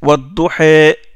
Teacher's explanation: L'imala, c'est l'inclinaison. L'inclinaison du son de A pour l'incliner vers le I. C'est ça l'imala.